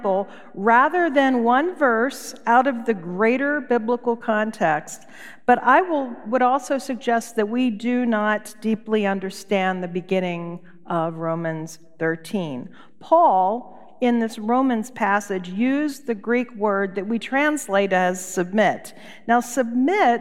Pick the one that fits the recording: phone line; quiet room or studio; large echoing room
large echoing room